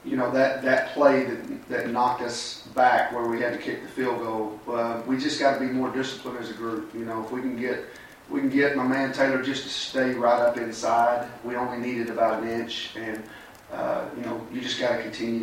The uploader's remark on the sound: Press Conferences & Post-Game Interviews.